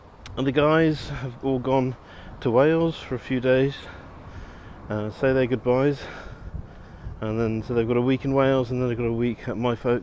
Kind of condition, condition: setting, outdoors